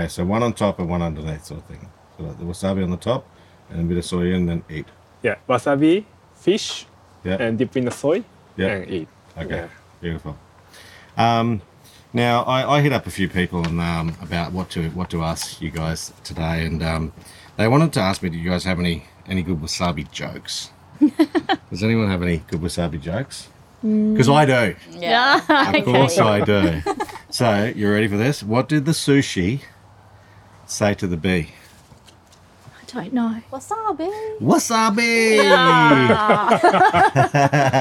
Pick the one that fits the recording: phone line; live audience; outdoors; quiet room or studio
outdoors